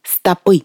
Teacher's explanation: Но если мы говорим о частях ног, то ударный слог последний – «стопы». Однако в живой речи сейчас популярен вариант «стопы», в котором ударение позволяет различать формы множественного и единственного числа.